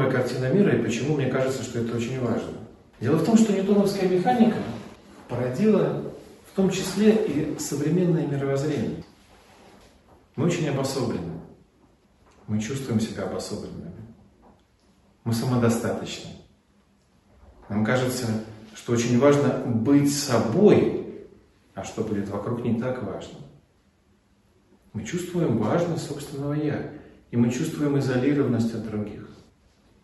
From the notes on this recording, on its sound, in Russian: Волгоград. Лекция прочитана в рамках фестиваля «Философия для жизни».